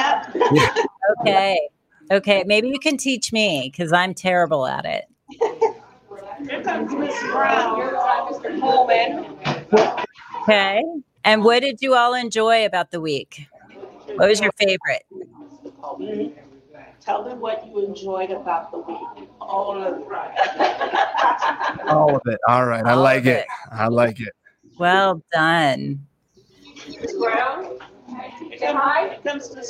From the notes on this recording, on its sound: Broadcast LIVE from the last day of the event, interviewing older adults and young adults about their experiences.